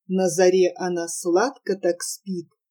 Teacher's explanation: Стихотворение написано в песенной интонации, трехсложным размером с ударением на последнем слоге, анапистом.